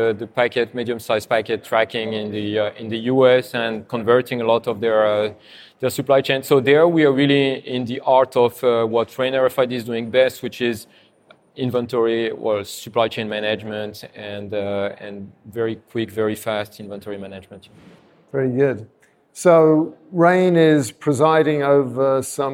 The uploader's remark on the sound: Recorded at the AIPIA SHOW in Amsterdam